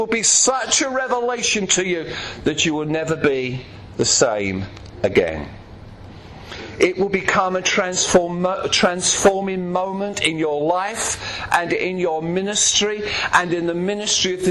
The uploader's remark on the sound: preaching at Clacton Elim Pentecostal Church